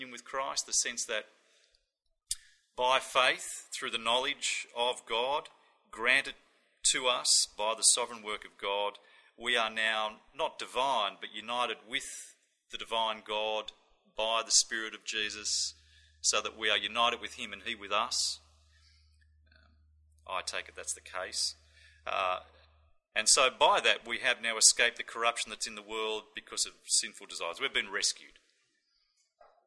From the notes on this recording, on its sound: This audio was recorded as part of The Geneva Push's 2012 conference for network coaches.